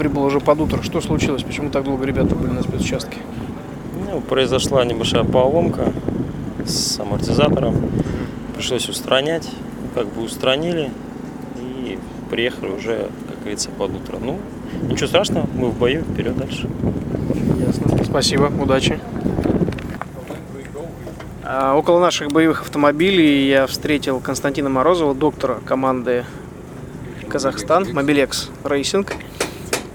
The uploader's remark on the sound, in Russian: Выпуск записан во время дня отдыха в Марокко на бивуаке около города Дахла.